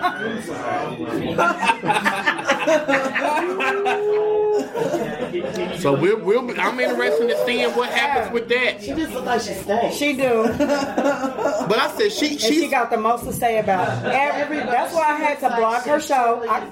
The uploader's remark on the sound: Live In Broadripple. Record our first live audience taping and pop off my annual Fall Party/Wine Tasting event.